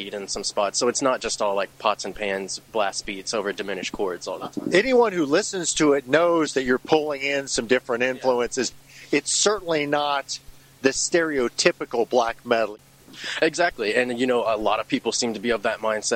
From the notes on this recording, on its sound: Interview recorded prior to the band’s performance at Mag Bar in Louisville on August 6, 2017.